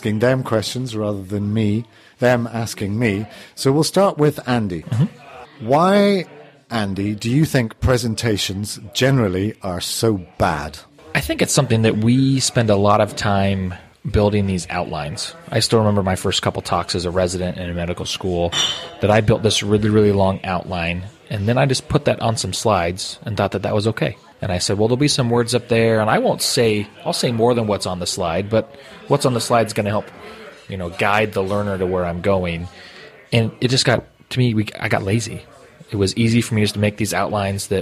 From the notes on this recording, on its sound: In the first outside broadcast of p cubed podcasting I was privileged to speak at the Ikigai MedEd Conference just this last week held in Versailles, Kentucky, USA.